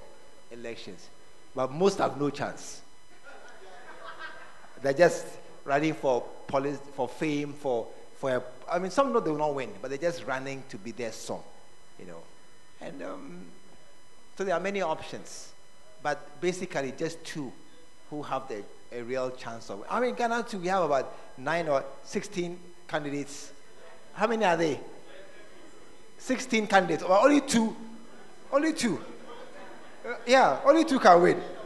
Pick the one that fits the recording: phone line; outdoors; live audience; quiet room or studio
live audience